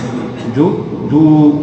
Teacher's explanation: فالحركة في الجيم وليس في الواو المدية، فحركتها في غيرها ليس، ولذلك قبلت الزيادة، هي تطيل فقط.